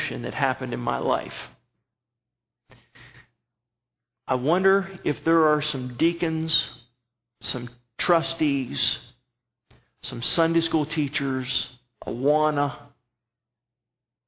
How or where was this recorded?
large echoing room